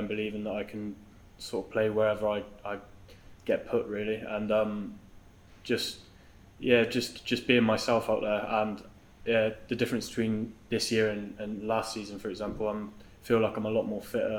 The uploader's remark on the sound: met the media for a pre-match press conference